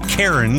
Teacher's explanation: …, who has a doctorate in linguistics, explains the word Karen contains a voiceless plosive. The K sound at the beginning of the word gets added punch because there's a blockage of airflow and sudden release.